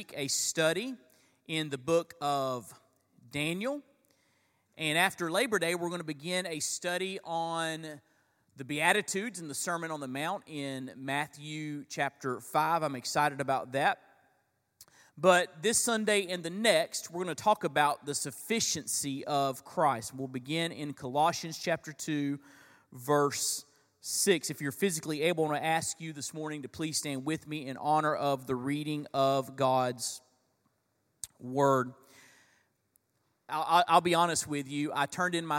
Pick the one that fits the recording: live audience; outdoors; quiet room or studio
live audience